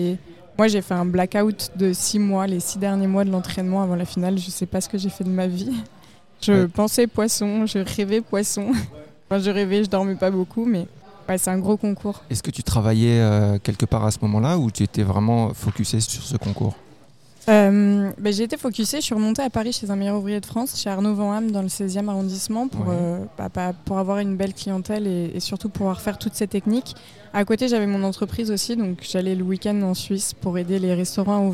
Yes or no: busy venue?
yes